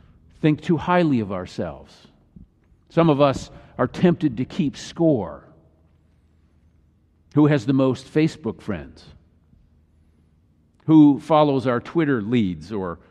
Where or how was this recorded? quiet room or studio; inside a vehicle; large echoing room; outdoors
large echoing room